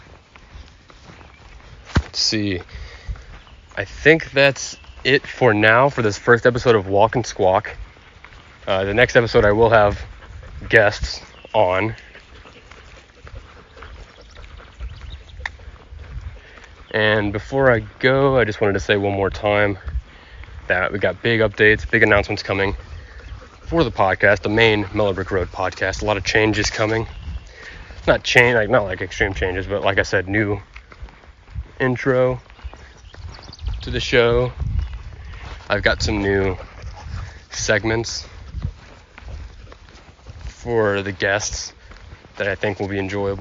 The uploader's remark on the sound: I go on a walk with my guest through nature to enjoy the fresh air and beauty of the outside world.